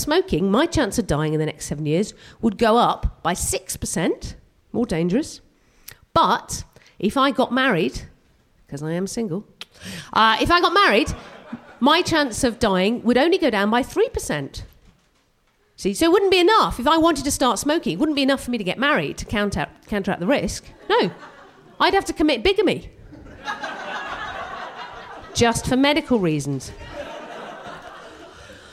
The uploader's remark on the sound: We will be sharing tragedies we collected at the live show that took place on January 18th at the Hackney Attic. Performing some science based stand-up.